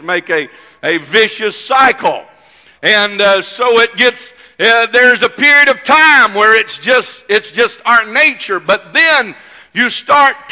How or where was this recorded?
large echoing room